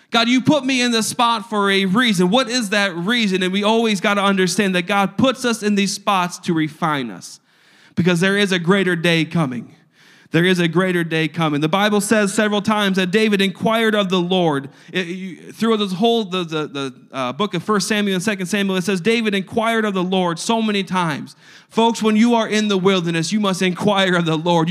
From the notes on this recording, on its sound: a service recording from Connect Point UPC